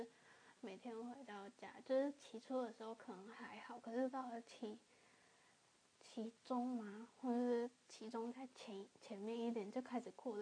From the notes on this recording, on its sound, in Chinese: 有小雜音請見諒！